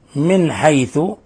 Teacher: نون ساكنة جاء بعد حرف الحاء، الحكم التجويدي إظهار حلقه، لأن الحاء من حروف أخي هاك علما حازه غير خاسر.